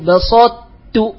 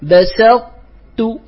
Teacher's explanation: من السين فيأتي ب صاد فيقول بسطت، وهذا خطأ، وإنما بسطت، فلا بد أن ينتبه إلى السين حتى لا تتأثر بإطباق الإطباق المتبقي من إضغام الطاء في التاء · Shown in: second take